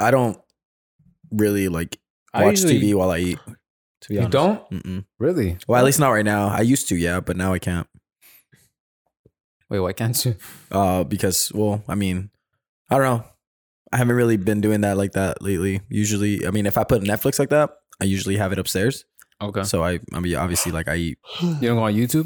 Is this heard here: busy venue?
no